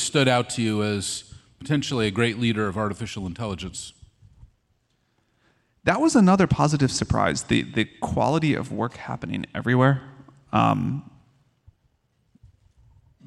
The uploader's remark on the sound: Straight from Dreamforce, the world’s largest AI & CRM conference